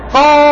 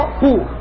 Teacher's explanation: لما أقول قا في تفخيم أقوى من قو، لأن هذا مفتوح بعده ألف وهذا مضموم